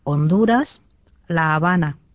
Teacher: H on espanjassa aina mykkä.